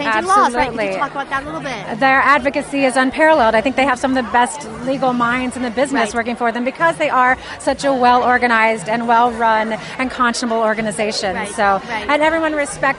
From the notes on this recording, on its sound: We are Live on the Red Carpet at the legendary Paramount Studios in Hollywood, CA